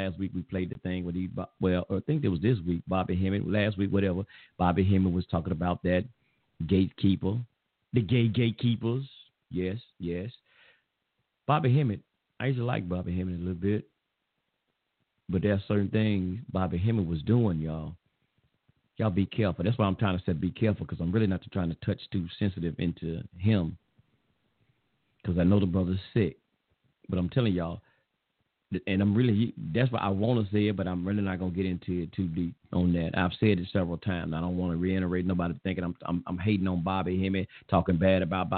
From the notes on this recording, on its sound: It's open line phone conversations on a Friday night.